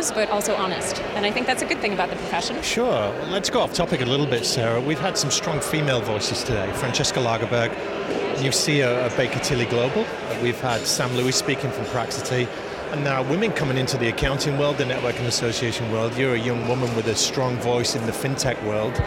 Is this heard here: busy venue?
yes